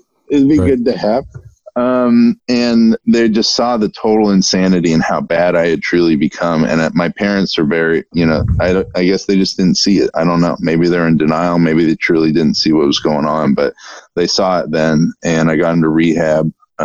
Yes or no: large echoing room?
no